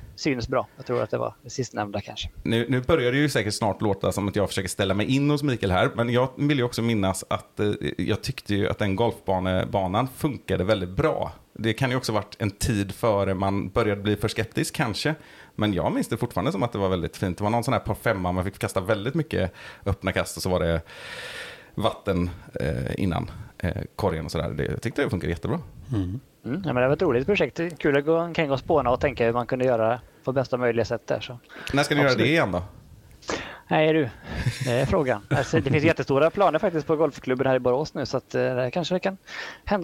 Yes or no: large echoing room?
no